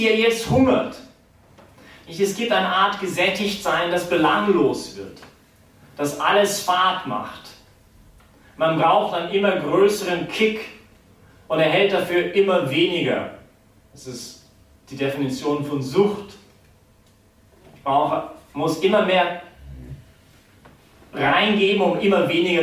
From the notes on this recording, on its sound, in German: die Predigt wärhend der BeFree Messe gehalten